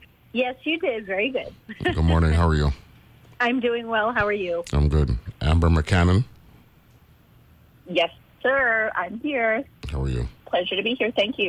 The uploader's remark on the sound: joined on the phone